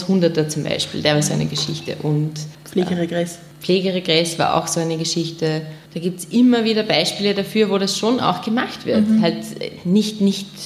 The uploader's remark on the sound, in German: Die Aufnahme des Podcasts fand am 24.03.2019 im Ateliertheater als Live-Aufnahme statt.